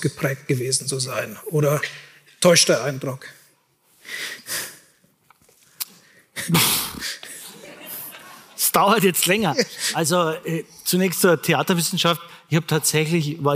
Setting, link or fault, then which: setting, live audience